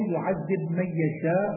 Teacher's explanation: وفي من يشاء باء يعذب حيثما أتى مدغم فدر الأصول لتأصلا أي باء لفظ يعذب مدغم في ميم من يشاء حيث أتى في القرآن